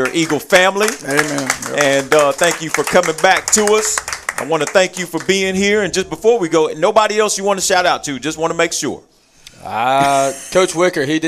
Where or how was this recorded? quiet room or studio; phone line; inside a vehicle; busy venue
busy venue